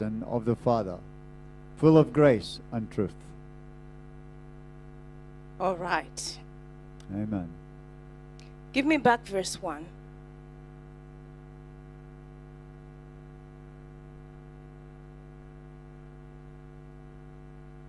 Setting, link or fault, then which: setting, large echoing room